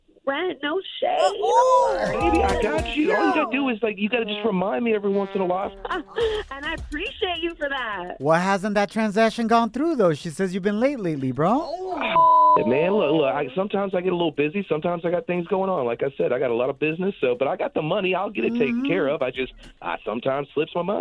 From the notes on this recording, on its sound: we opened up the phone lines